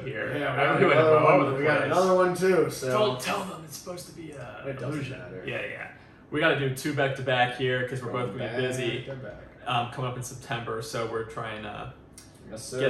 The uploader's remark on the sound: We know the audio was a little wonky, but we handle adversity for a living.